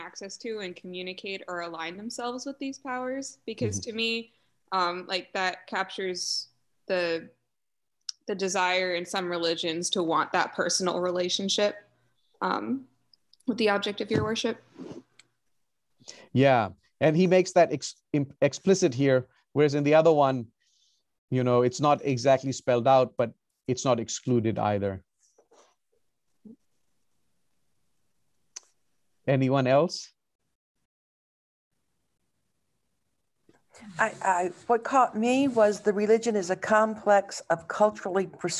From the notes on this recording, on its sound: recorded on Zoom